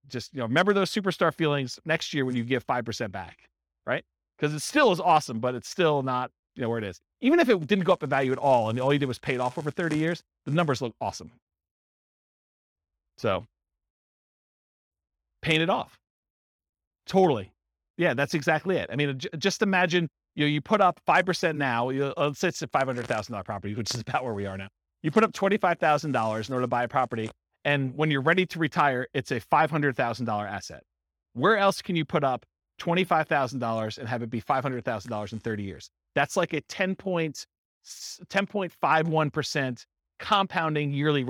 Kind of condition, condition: setting, live audience